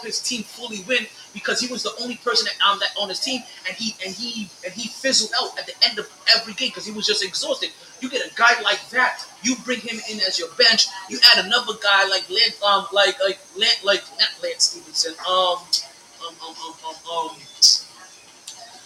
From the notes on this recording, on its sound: Live From Sharkys